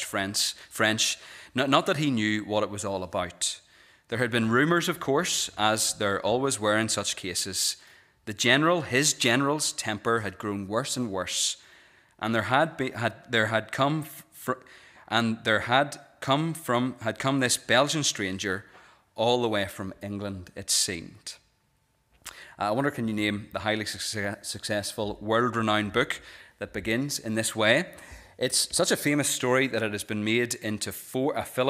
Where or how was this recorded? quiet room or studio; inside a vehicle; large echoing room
large echoing room